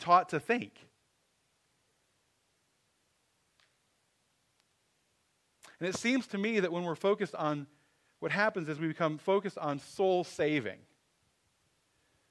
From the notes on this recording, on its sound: Sermon audio from 11/26/23